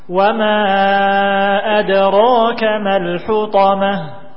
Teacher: Ro di sini dibaca tebal karena berharokat fathah.